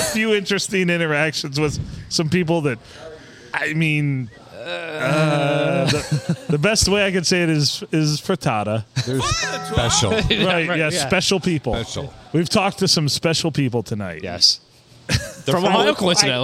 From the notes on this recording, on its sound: Recorded at the good old STD, Silver Tavern, Deckerville. A big portion of the crew attended this episode as we have all 5 mics and the hot line going.